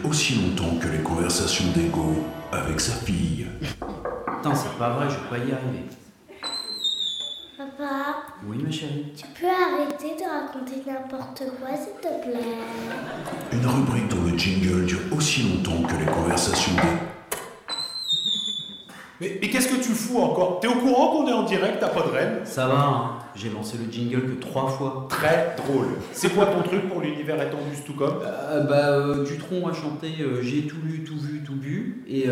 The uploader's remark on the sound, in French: Enregistré en public. À Rennes à l'occasion des 10 ans du festival PodRennes.